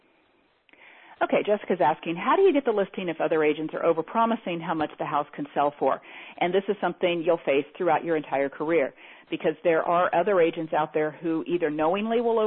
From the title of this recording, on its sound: Teleseminar Recording